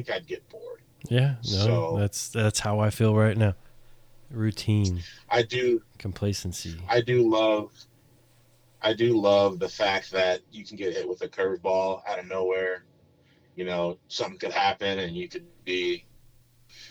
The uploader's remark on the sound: I do apologize for the sound quality as he was in the middle of no where in west Texas during the recoding!